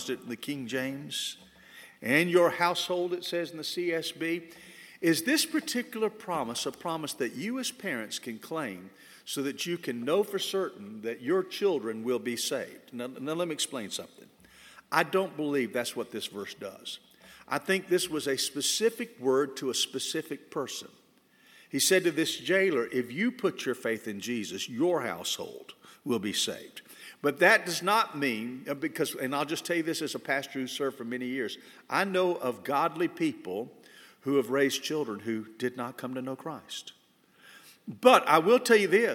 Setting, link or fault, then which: setting, large echoing room